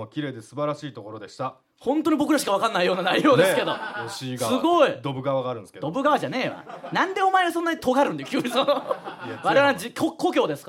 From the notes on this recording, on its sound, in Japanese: リスナーの前で、TBSラジオのスタジオ内にて公開収録。